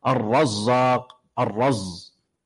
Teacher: ومنها إشمام الحروف بعضها بعضا كإشمام الزاي صوت الصاد في الرزاق